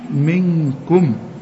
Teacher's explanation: نون بعدها كاف، والكاف من حروف الاخفاء، اوعى تنسى الغنة منكم